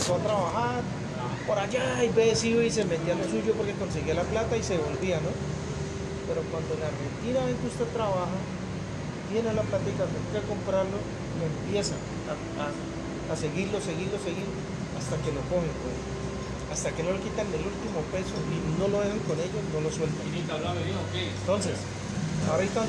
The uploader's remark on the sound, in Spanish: perdonará por el ruido